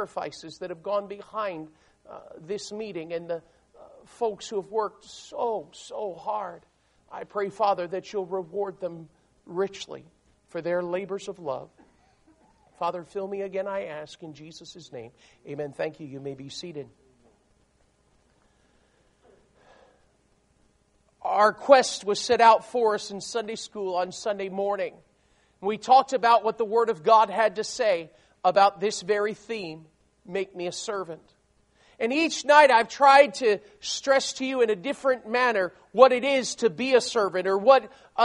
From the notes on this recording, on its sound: These messages were recorded during a service at Memorial Baptist Church in Ocala, Florida.